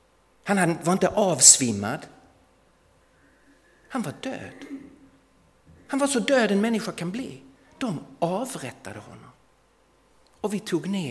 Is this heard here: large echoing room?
yes